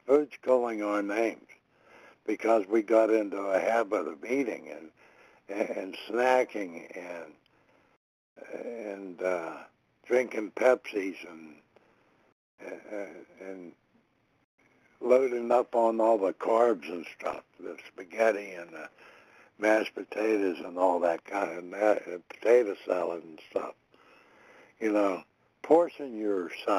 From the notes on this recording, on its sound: 100 Pounders Phone Meeting